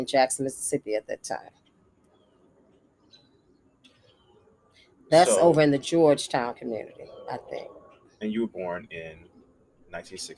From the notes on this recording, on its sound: Recorded while I braided her hair on the back porch of her childhood home. Unfortunately a portion of the recording was lost.